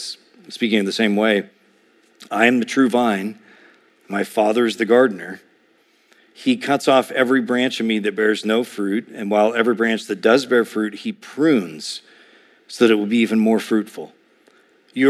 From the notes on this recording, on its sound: A sermon preached